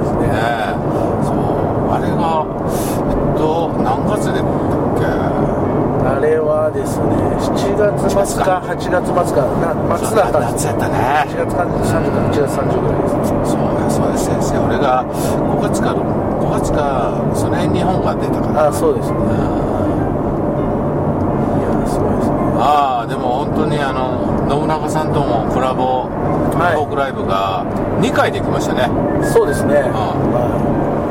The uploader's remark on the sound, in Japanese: ドライビング対談収録をいたしました